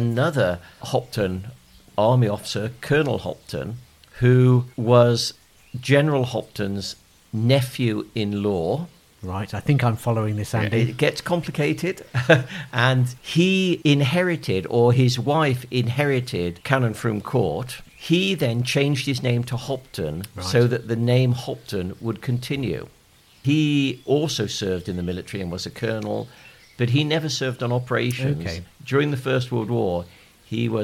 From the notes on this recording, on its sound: take a walk in the sun around Canon Frome Court and St Laurence's Church, Stretton Grandison